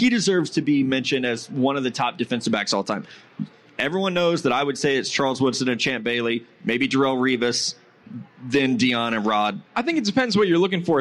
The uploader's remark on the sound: live at Caesar's Palace in Las Vegas!